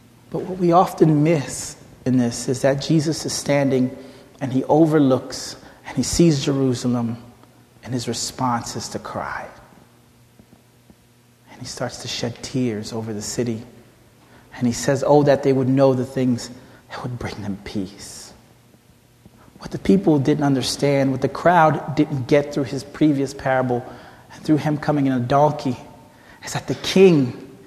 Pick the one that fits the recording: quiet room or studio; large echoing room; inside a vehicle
large echoing room